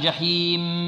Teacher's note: لما نقف على الميم الساكنة غنة فيها غنة ناقصة